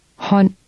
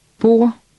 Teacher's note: In Danish, D is silent when it follows L, R, or N.